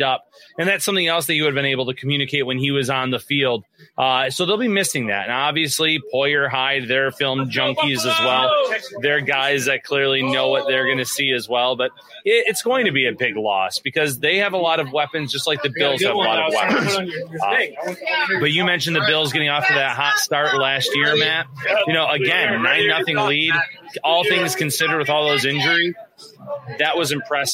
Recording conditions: busy venue